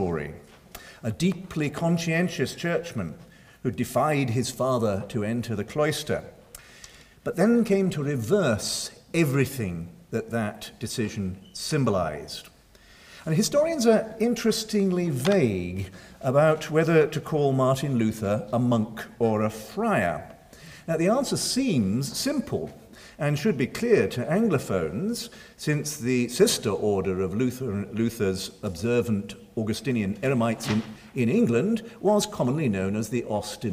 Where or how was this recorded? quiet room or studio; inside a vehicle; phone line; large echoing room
large echoing room